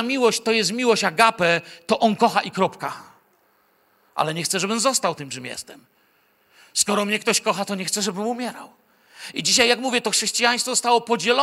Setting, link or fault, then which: setting, large echoing room